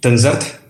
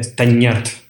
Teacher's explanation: se asimila la N a la H y forma esa ñ, esa palatalización · Shown in: second take · y tiene Tanyart.